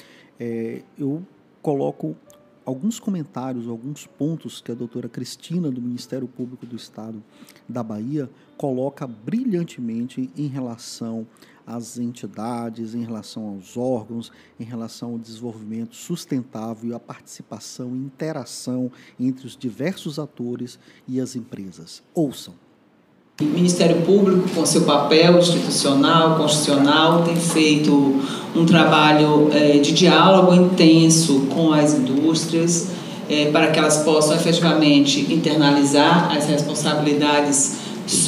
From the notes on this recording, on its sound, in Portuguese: Cobertura ao Vivo do Prêmio Polo de SSMA. A cobertura da entrega do Prêmio Polo de SSMA do Polo Industrial de Camaçari.